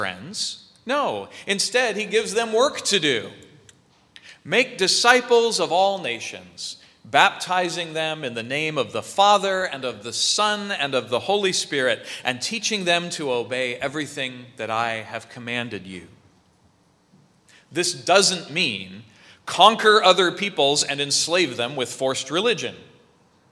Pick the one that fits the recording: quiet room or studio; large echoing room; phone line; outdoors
large echoing room